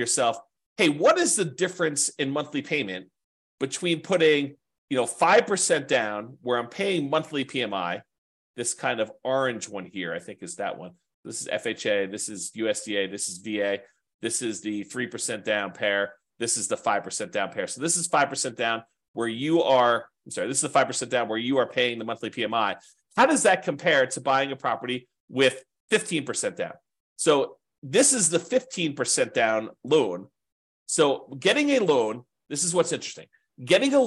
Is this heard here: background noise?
no